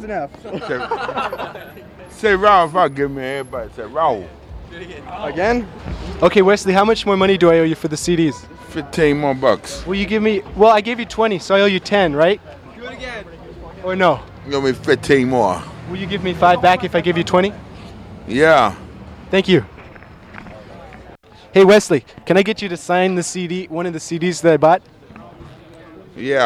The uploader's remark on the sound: At CMJ in 2000. This was for KSPB, my high school radio station, and was recorded on the streets of NY.